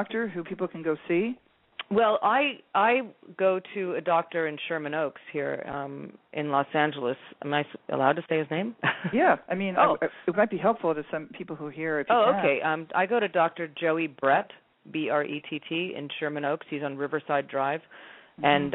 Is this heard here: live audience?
no